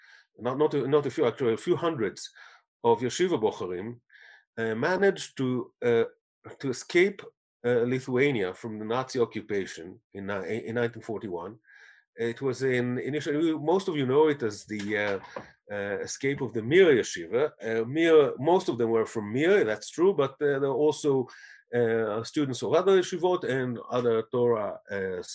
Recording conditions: video call